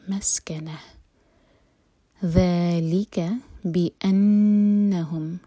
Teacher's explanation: نون کو ہولڈ کریں گے دو سیکنڈس